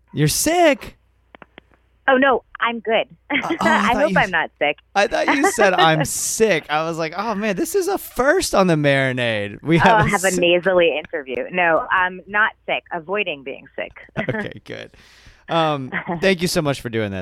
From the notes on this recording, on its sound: We caught up by phone.